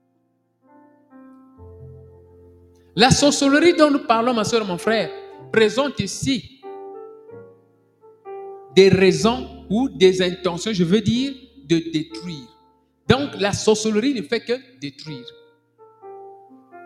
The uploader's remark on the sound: Sunday Live Service - Service en direct du Dimanche.